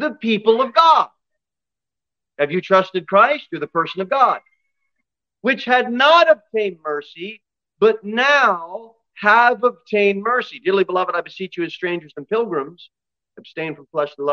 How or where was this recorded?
large echoing room